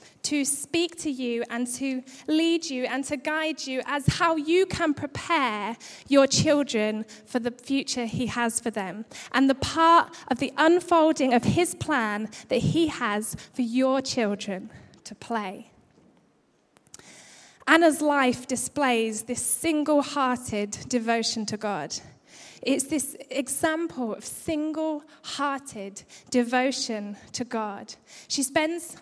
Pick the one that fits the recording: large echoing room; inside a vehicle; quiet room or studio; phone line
large echoing room